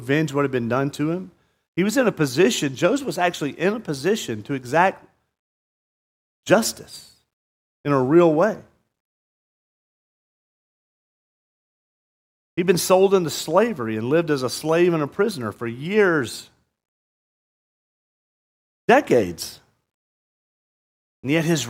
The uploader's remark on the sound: at Murrieta Valley Church in Murrieta, California.